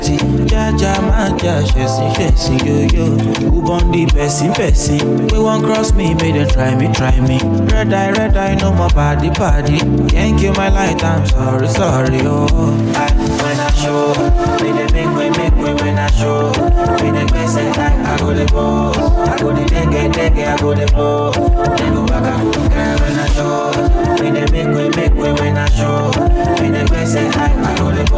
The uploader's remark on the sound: LIVE AT LE NOCTURNE CHICAGO | THURSDAY NIGHT.